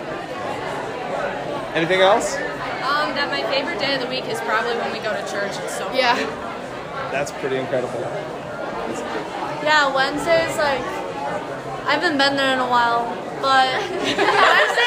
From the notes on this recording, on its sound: Continuing live interviews at FLY 2023